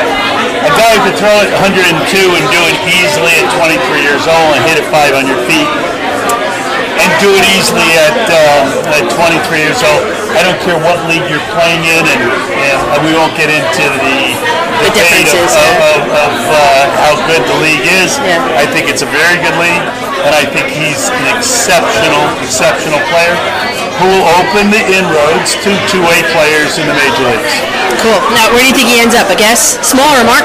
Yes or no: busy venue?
yes